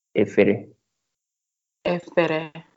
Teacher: They are all high tones. That's efere.